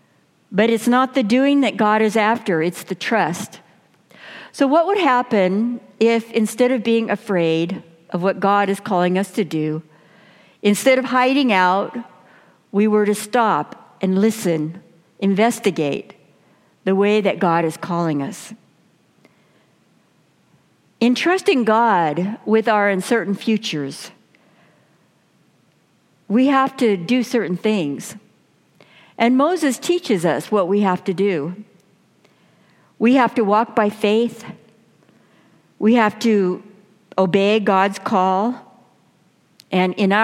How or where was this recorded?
large echoing room